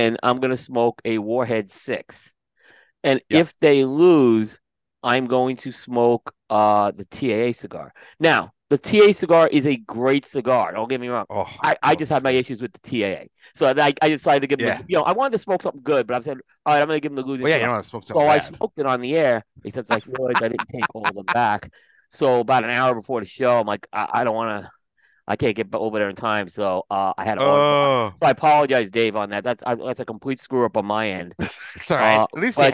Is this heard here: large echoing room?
no